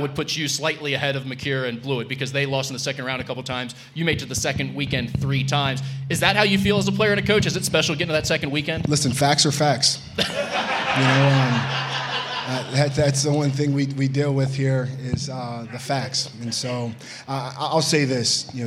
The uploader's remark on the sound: Musketeer Report Live from Dana Gardens